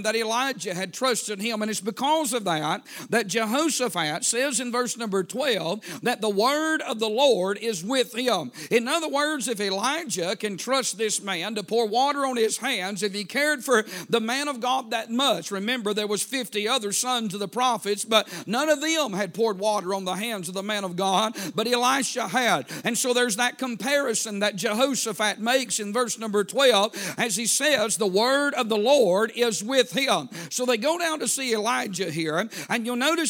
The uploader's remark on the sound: A sermon preached Wednesday Evening